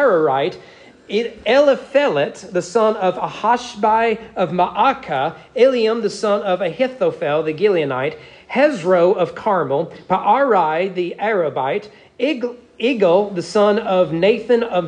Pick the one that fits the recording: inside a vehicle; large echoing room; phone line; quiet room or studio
large echoing room